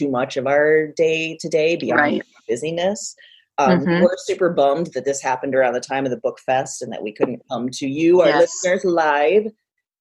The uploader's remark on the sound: Got on a Zoom call and recorded this special Quarantine edition of Broads and Books.